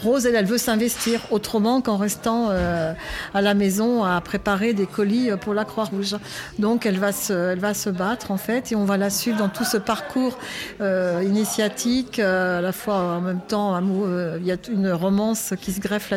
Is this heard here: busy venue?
yes